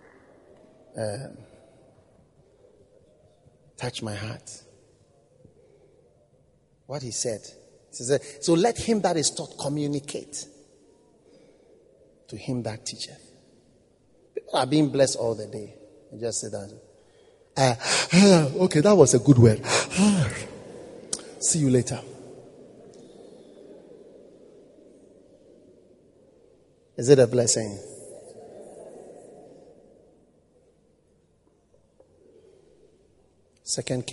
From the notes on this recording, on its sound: Preached at the First Love Center.